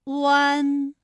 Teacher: 刚才片中出现了多个这样的词语啊，我们来梳理几个有代表性的词语。至关重要的“关”字，拼音是“guanguan”，韵母是“wan”。宣城的“宣”字的拼音呢是“xuanxuan”，韵母是“wan”。还有生活的“活”字，拼音是“huohuo”，韵母是“wo”等等。那么大家啊，再来跟我学习一遍关于“乌”的复韵母的发音要领。首先呢，是“窝”的发音要领啊，包括以下几个方面。首先呢，起点元音是后高元唇元音“乌”，中指元音是后半高元唇元音“窝”。那在发这个音的过程当中啊，我们的唇形始终是圆形的，舌位的动程呢是由高到半高，在归音的时候呢是要弱收到位的。我们要注意到的是窝的唇形，而不是的唇形啊，它始终是一个圆的窝，哎，最后是弱收到位。好，我们再来说一下弯的发音要领。双唇呢要先搓圆，舌头后缩，舌位由后高元音呜向前低元音啊抬起，贴近上齿龈处。双唇同时有一个从合变开再变略展的动作，发出前鼻尾复合音